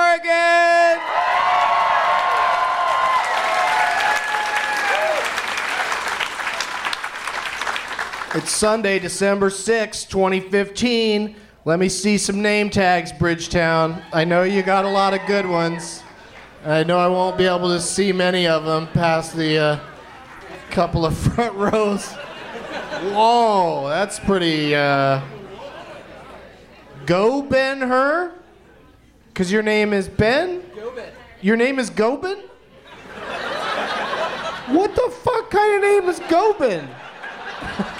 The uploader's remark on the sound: Live from the Helium Comedy Club in Portland